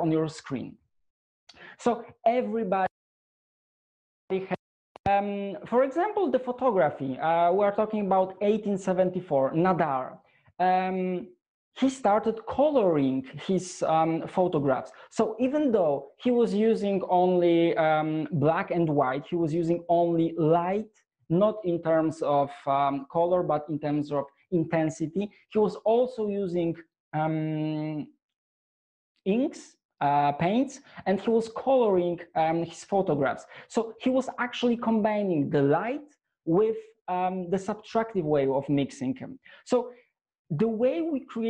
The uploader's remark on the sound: shares his passion with the Dscoop audience in this enlightening webinar